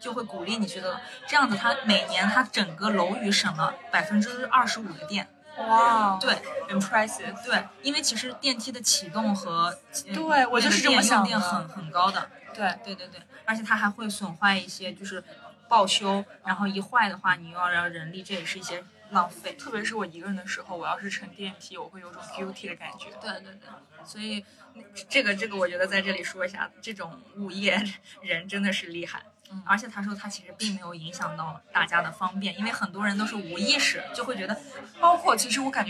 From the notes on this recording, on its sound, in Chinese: 这期因为时间紧迫，我们仓促地在一家咖啡馆录音。所以...有觥筹交错的乒乒乓乓声，有隔壁桌的八卦声等无法避免地嘈杂声。